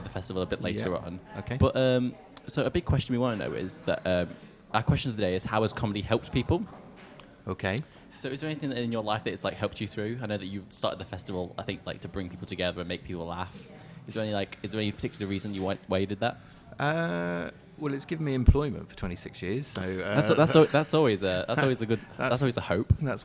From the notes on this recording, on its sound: This was our amazing Leicester comedy festival themed outside broadcast live from the LCB Depot.